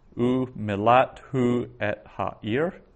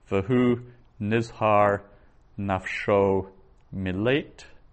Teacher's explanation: at the end of a sentence, in a pausal form, tsere may be found instead of the patach. So short A lengthens to a long E. · Shown in: second take